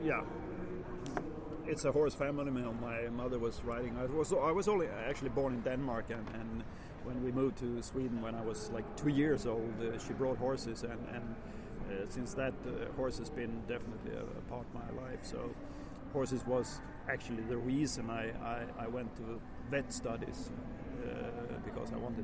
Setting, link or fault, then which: fault, background noise